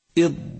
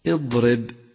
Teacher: ووصفت الضاد بالاستطالة لامتدادها في مخرجها حتى تتصل بمخرج اللام · Shown in: first take · اض. فتأمل استطالة حرف الضاد في قولك اضرب اضرب.